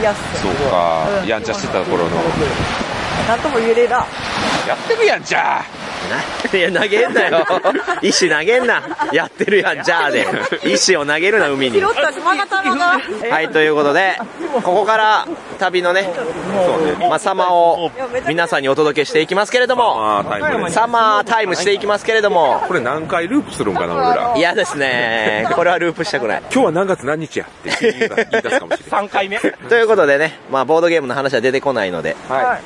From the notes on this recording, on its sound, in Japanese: 一部、屋外での収録のため、騒音雑音が入っております。